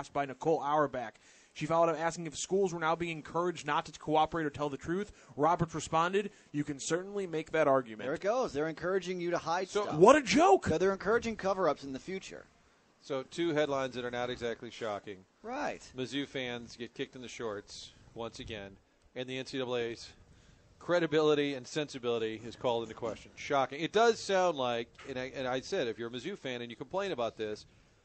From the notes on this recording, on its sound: broadcasting live from Schnucks off Lemay Ferry